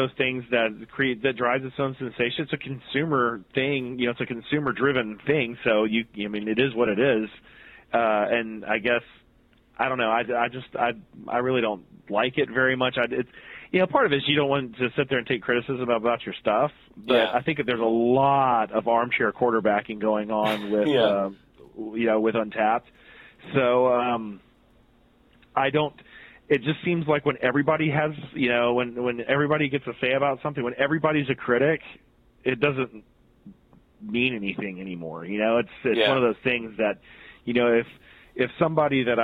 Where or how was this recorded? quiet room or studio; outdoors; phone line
phone line